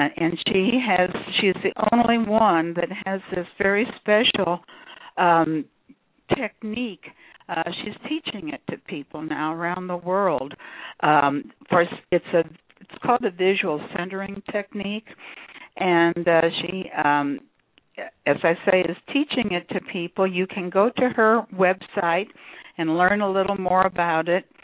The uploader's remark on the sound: In this capacity she will do a channeling session live so that callers can call in and speak with the one who has called him/herself God. Personal responses to callers during the special call-in segment.